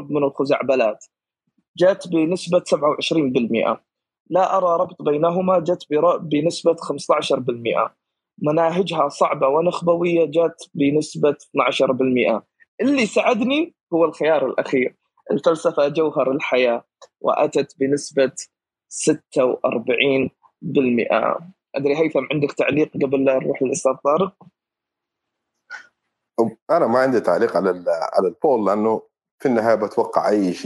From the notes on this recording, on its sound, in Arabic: تسجيل لمساحة ابن رشد الأسبوعية على منصة تويتر.